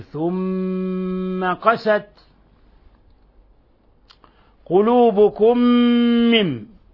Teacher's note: حرف غنة مشدد، نضغط على الميم ونخرج غنة من الخشوم. ثم، ولابد من إطباق الشفتين.